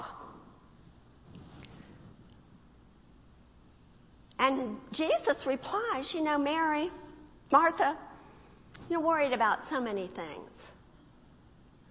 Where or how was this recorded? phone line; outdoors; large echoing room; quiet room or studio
large echoing room